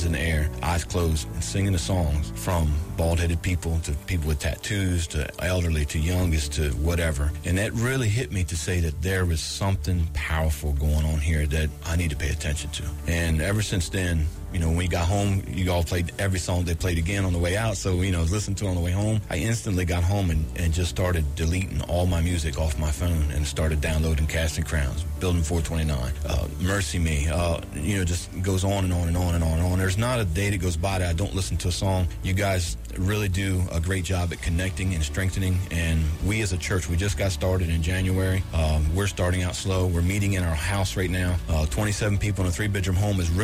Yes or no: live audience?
no